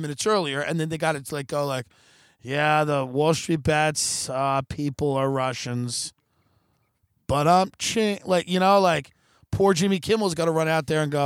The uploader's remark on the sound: Live from hill country. Broadcasts outdoors.